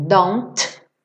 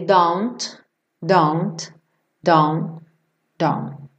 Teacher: eu tanto posso fazer don't, com um T bem marcado, como eu posso ir reduzindo ele